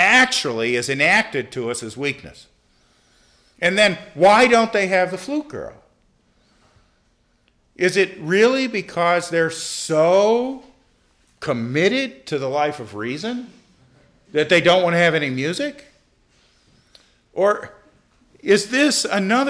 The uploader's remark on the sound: delivered this lecture on November 16, 2017 at the University of Chicago